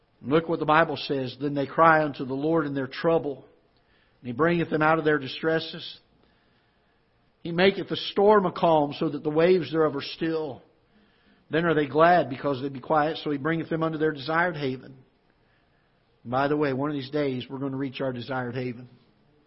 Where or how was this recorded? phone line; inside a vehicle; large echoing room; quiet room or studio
large echoing room